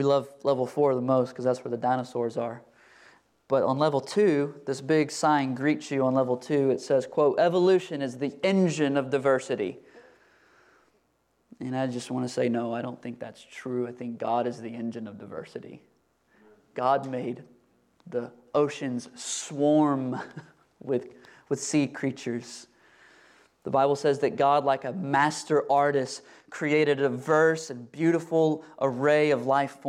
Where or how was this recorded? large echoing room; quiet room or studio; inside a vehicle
large echoing room